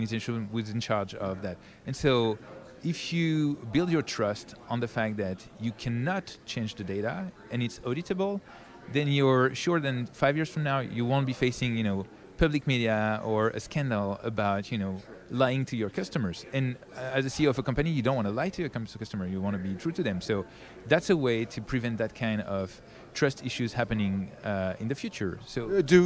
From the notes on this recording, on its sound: Conducted at the Consensus 2023 Conference in Austin.